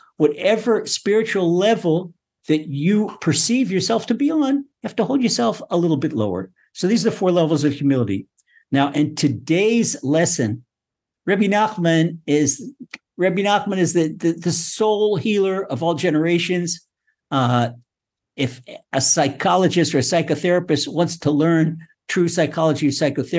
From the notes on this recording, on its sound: Recorded via TORCHzoom.